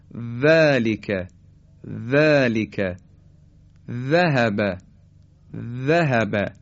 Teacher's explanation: این سه حرف در حقیقت اصطلاحا میگن نوک زبانی هستن، یعنی نوک زبان با سر به اصطلاح زبان ما برخورد میکنه با لبه دندانهای صنایای بالا، مماس میشه و این سه حرف تولید میشه، مثل اثمره ثم، یا حرف ذال به همین ترتیب ذ. نوک زبان به سر دندانهای صنایای بالا